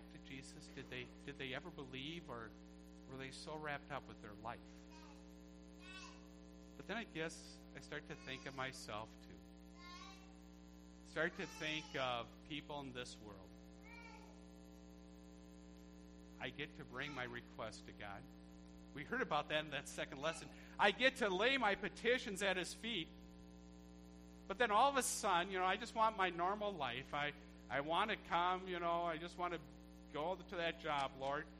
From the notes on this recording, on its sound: A thanksgiving service recorded at Living Water Lutheran Church, Oshkosh, WI.